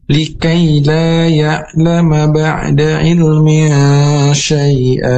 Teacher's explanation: Likaila, nah ini harus dipanjangkan dua rakaat, ada hukum mad tabi'i.